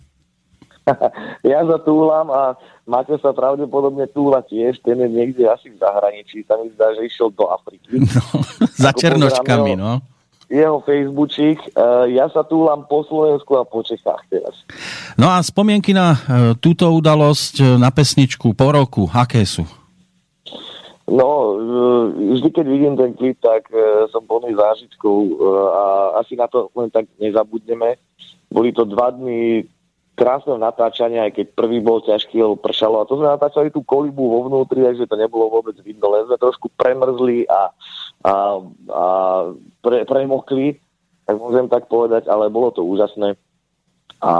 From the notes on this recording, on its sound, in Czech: telefonický rozhovor